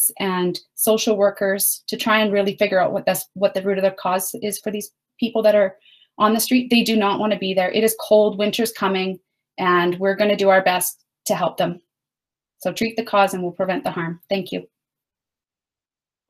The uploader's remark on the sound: This is a special episode of the Thundercast featuring the full audio of the virtual all candidates forum.